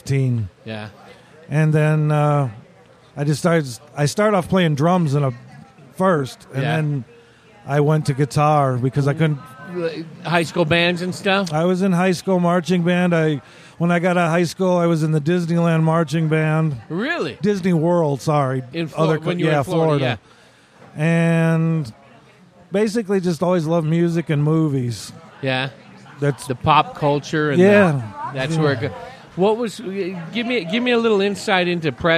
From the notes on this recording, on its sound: Recorded on the patio at Billy Jack’s Saloon in Humboldt, AZ just a few minutes before taking the stage on a rainy Saturday afternoon.